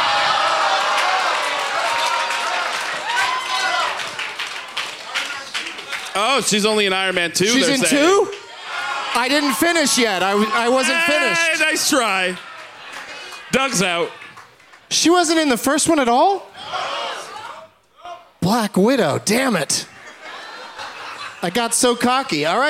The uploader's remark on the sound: Live from Whatever Fest in Houston